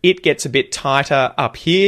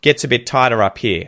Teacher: did you hear how the word it just disappeared? · Shown in: second take · Instead of it gets a bit tighter up here, you hear gets a bit tighter up here.